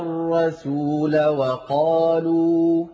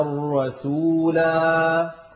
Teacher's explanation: قلنا الرسول وقالوا ولم نقل الرسولا وقالوا الألف سقطت وسطا · Shown in: first take